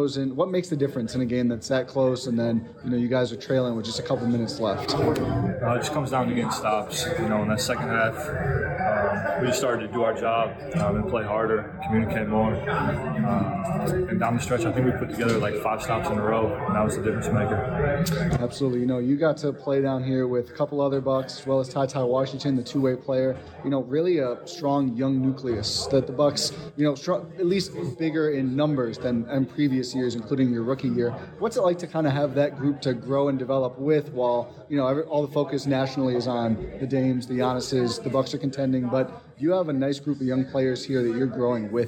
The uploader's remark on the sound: These interviews were recorded in the tunnel near the Herd locker room so there is some background noise, but you’ll be able to hear each player loud and clear.